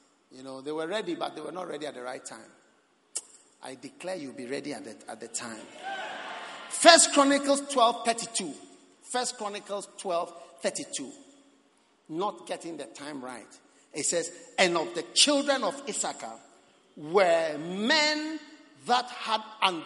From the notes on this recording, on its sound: Preached at the Prophetic Encounter Service